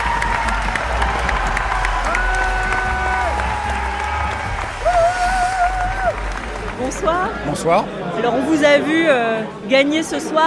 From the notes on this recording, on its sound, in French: nous emmène assister à la 37e édition du Festival international des jeux qui se déroule à Cannes dans les Alpes-Maritimes